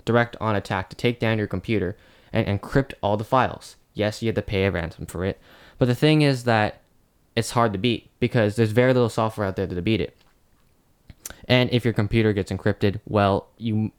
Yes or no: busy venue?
no